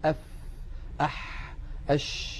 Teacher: جريان الصوت اسمه رخاوة، مثل أف أح أش، هذه الحروف الرخوة متساوية في الرخاوة